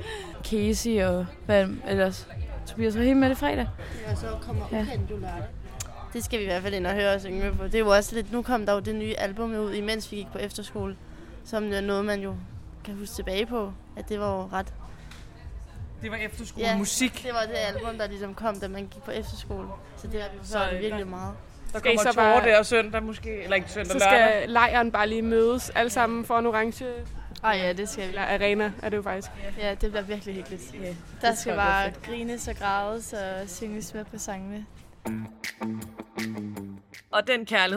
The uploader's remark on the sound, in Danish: Solen skinner om kap med kærligheden blandt gæsterne på Roskilde Festival.